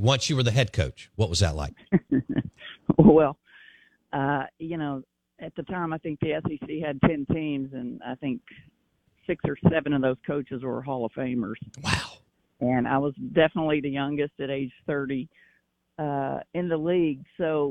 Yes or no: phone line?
yes